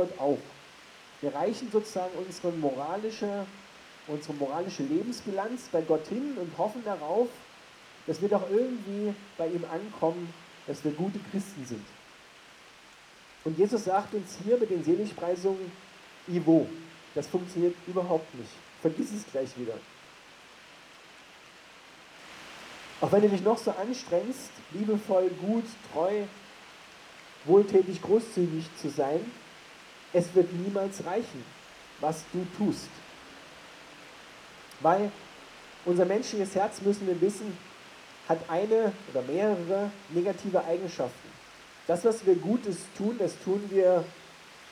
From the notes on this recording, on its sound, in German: Das Rauschen im Hintergrund ist keine schlechte Aufnahme, sondern die Predigt wurde bei strömenden Regen am Hauptplatz in Bad Tatzmannsdorf unter dem Dach der Bühne gehalten.